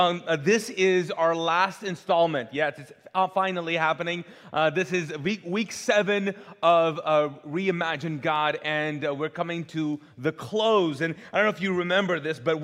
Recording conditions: large echoing room